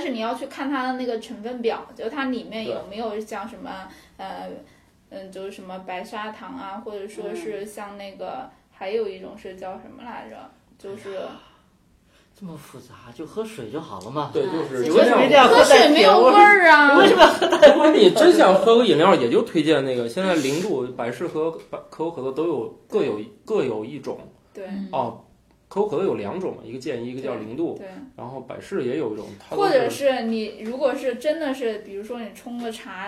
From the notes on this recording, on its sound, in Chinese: 本期节目为新设备电容烧坏后，又回到录音笔录制阶段的录制成品，洋桥大厦某房间内录制，如有太多瑕疵，还请多多包涵。